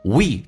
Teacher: The older we get, the faster time goes.我们年纪越大，就会发现时间走得越快。那么红色字体用降调读 the，用降调读 the，点一下 we，长元音不被强调，说成短元音 we